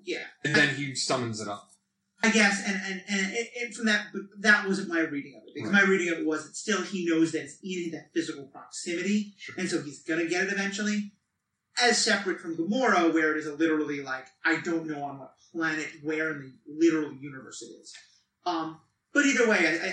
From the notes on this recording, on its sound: We recorded this episode live again, which led to a great discussion, but also caused some sound issues. It is still not up to our normal standards.